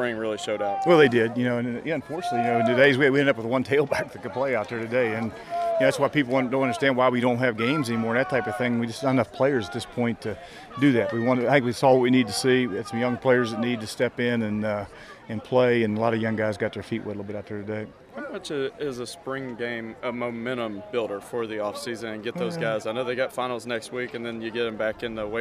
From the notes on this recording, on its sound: Broadcast live from The Union Pub and Grill in Huntington for today's episode.